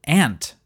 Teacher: In its earliest form, it was amnt, A-M-N apostrophe T, a contraction of am not. But because the combination of two nasal consonants, M and N, wasn't easy to say, the M was often omitted in regular speech so that it became spoken as ant, A-N apostrophe T.